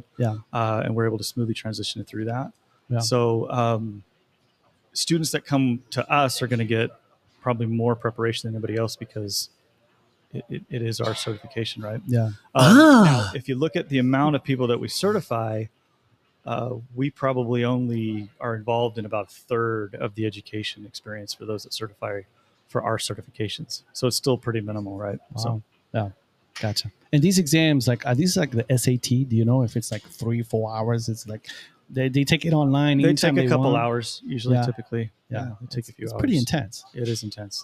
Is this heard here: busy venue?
yes